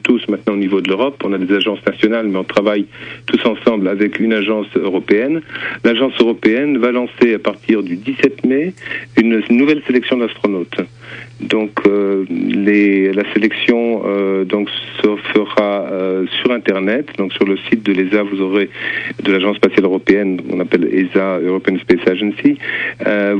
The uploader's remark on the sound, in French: (par téléphone)